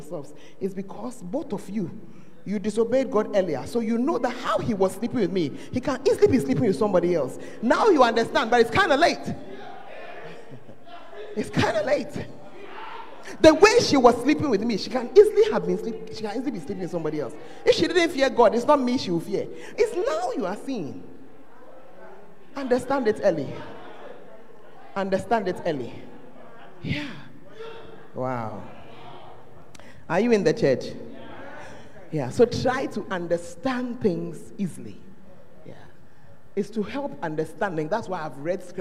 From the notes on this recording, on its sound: Preached at the Fountain Of Life Cathedral